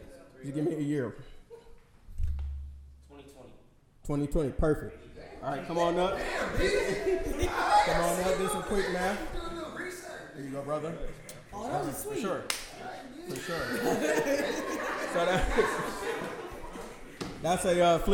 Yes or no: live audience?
yes